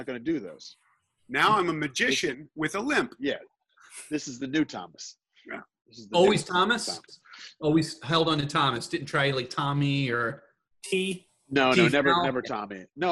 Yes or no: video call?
yes